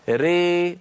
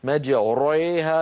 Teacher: يترتب على الإمالة ترقيق الراء قبلها · Shown in: first take